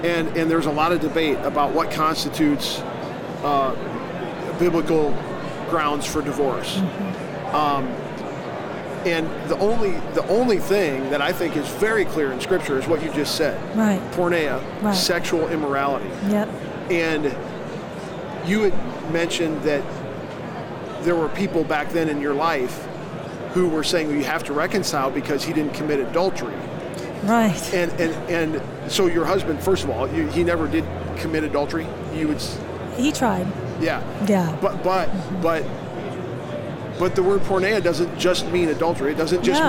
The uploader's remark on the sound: LIVE from NRB 2022!